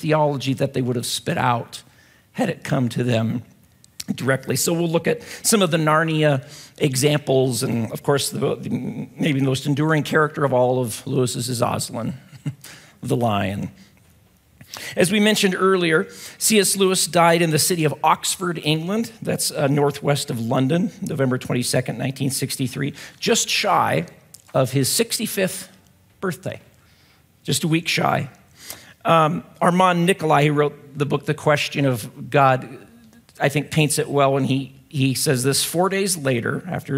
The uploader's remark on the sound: at Timberline Church